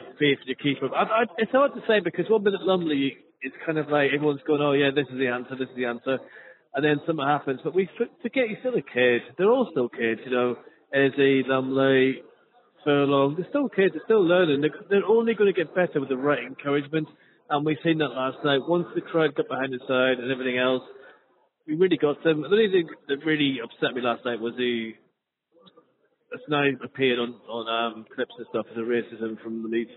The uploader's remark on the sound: have a chat on the phone in this mini-podcast